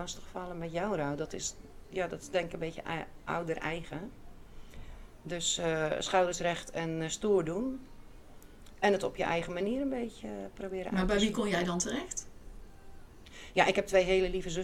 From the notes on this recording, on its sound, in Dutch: Haar hondje Saar wijkt geen seconde van haar zijde tijdens de opname.